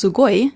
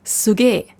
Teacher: Also gerade in Tokio und Umgebung passiert das sehr oft, dass das I ins E umgewandelt wird. · Shown in: second take · Zum Beispiel aus Sugoi.